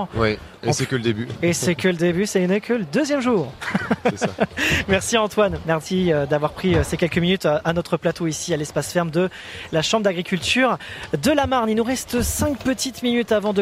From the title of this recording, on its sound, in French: RCF en direct de la 77e Foire de Châlons